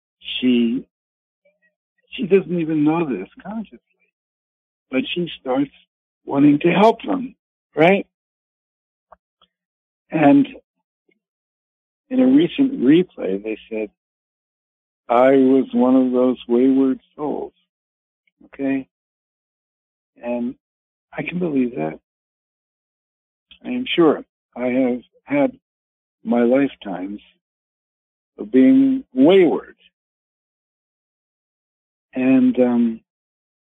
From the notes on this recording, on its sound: Conference Call LIVE